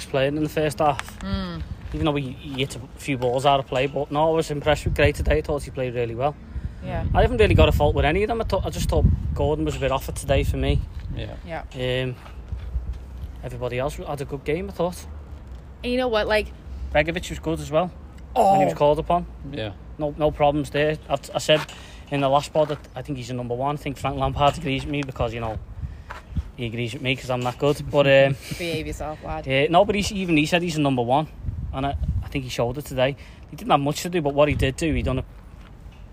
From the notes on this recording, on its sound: Immediate thoughts outside Goodison Park.